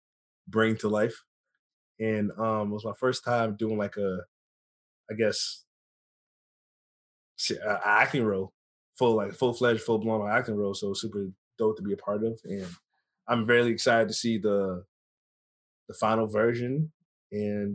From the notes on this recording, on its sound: via Zoom